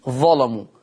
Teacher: ولكن العلامة الضباع في كتاب الإضاءة في أصول القراءة اختار لللام لفظ التغليظ، ولهذا قرأ ورش بتغليظ اللام في اللفظ الآتي كلمة ظلموا، لأن اللام مفتوحة، لأن شرط تغليظ اللام أن تكون مفتوحة.